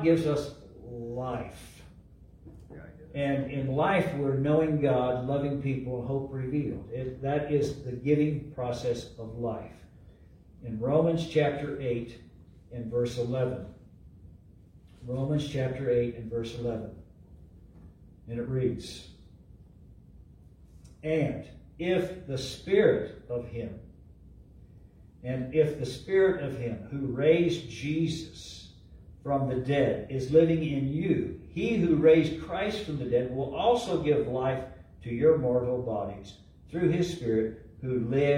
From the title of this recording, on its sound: LIVE at Calvary